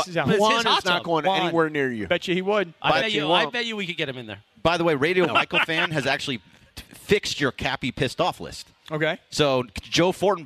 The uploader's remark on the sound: LIVE from The 909 Sports Bar at Yaamava!